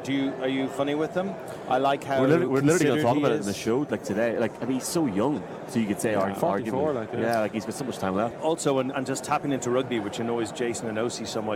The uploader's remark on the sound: From Radio Row